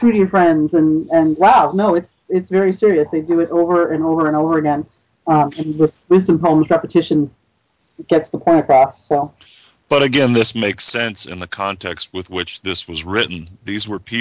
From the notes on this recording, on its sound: Troth Skype Moot.